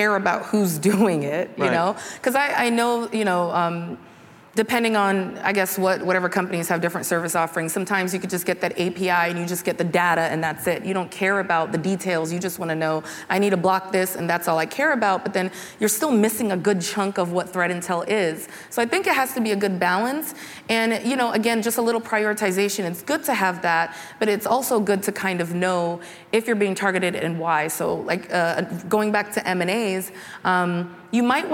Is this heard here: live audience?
yes